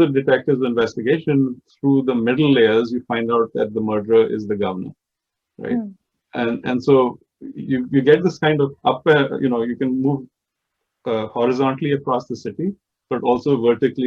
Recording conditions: video call